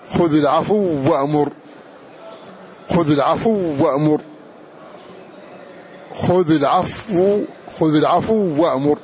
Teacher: أدغمنا هذه الواو مع أنها وقع قبلها حرف ساكن ولكنه كان ساكنا صحيحا